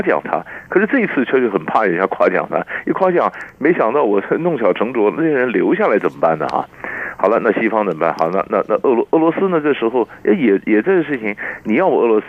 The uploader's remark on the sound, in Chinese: 連線訪問